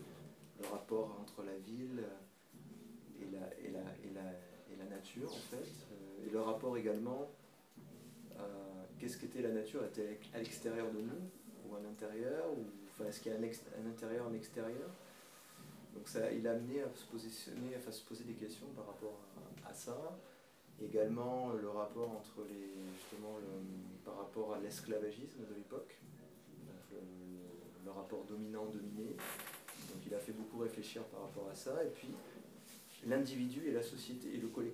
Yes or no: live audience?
yes